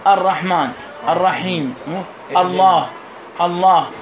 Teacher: يجب حذف همزة الوصل في الدرج مثل همزة الله والرحمن والرحيم واهدنا